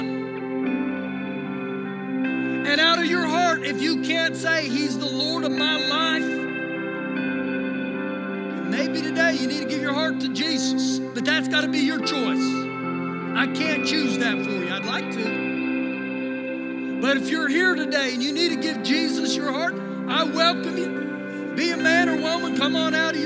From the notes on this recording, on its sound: Recorded live during our Sunday morning service.